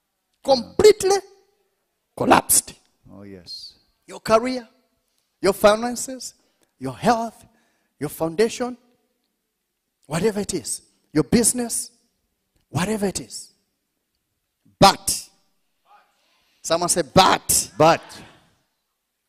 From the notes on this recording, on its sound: This teaching was extracted from our Live Church Service on the Sydney Campus Grand Opening.